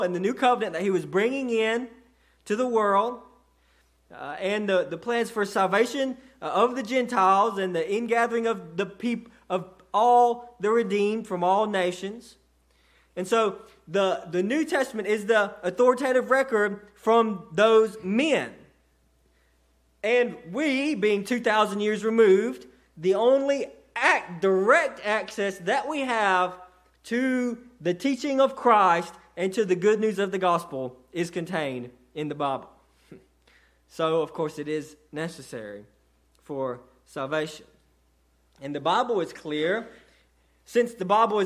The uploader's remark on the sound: sermon delivered to Cottondale Baptist Church